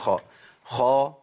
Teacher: من أقصى، من آخر اللسان كده بيتحرك لفوق · Term: صفة الاستعلاء